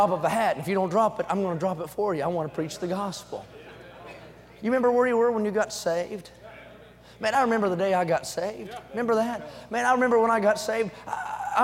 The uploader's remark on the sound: during the Sunday Evening service of the 38th Annual National Pastors' & Workers' Conference in Santa Clara, California